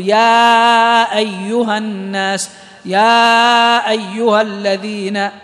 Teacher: المد المنفصل قلنا يمد بالتوسط أربع حركات